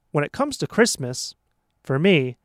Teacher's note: there's a little pause there after Christmas